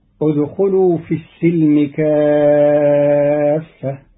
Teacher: قرأ قالون كلمة السلم بفتح السين